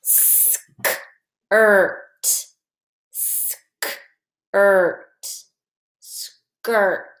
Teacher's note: we hear the R, but we don't hear the vowel. The vowel that the R is bossing around in the word skirt is I.